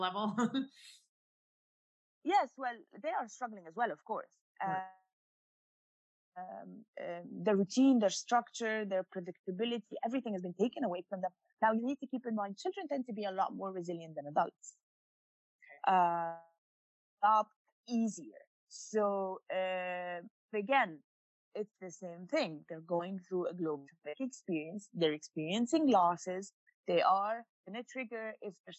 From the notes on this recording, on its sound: checks in via Zoom